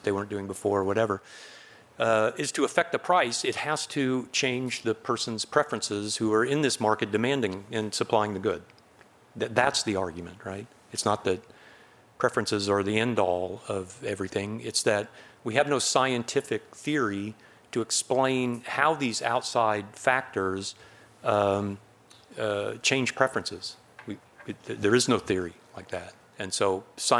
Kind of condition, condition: setting, large echoing room